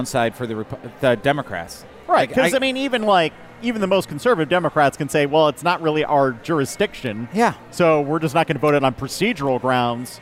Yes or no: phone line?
no